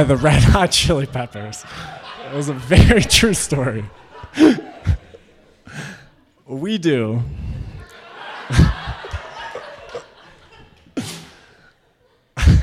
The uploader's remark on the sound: Originally told this story at our live event, un/pact: a creative dialogue on consent.